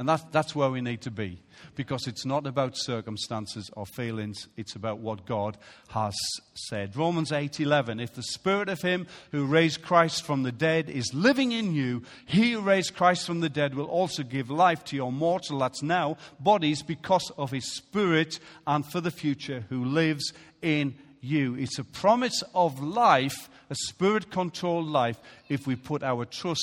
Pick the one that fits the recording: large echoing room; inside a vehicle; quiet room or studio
large echoing room